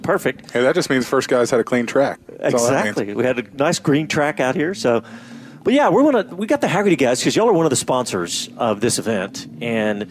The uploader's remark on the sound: Live from COTA at the SVRA US Vintage National Championship. Live from Circuit of the Americas, hosting the SVRA US Vintage National Championship, Trans Am Series, and International GT.